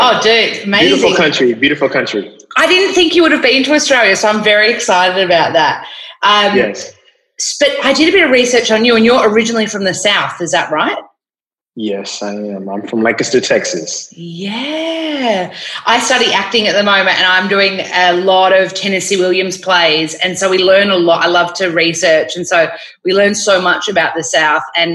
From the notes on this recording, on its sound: The episode was recorded online as he’s based in New York.